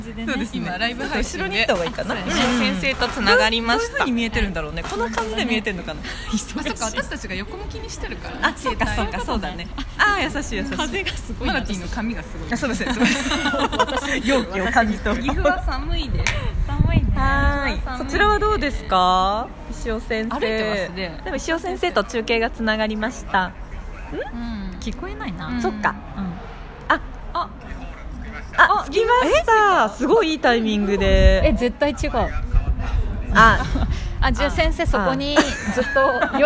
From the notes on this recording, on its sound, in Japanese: もんで出張収録！石フェス編。From Radiotalk。